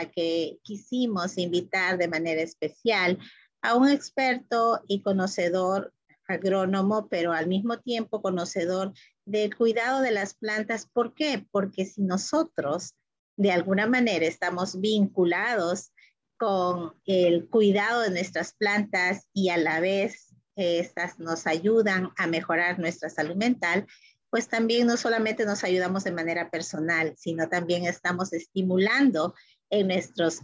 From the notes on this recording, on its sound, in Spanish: por Zoom y Facebook en vivo